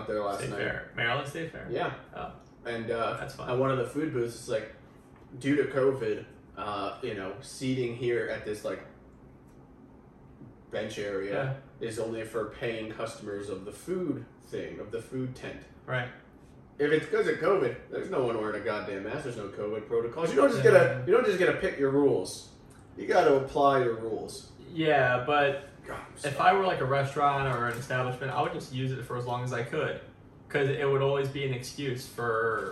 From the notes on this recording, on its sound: We know the audio was a little wonky, but we handle adversity for a living.